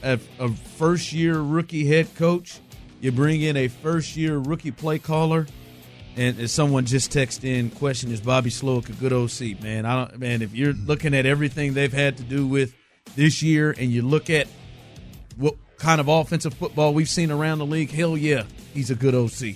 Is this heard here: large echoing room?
no